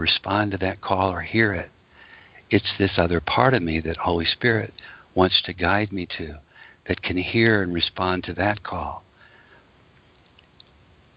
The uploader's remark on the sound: ACIM Daily TEXT Conference Call.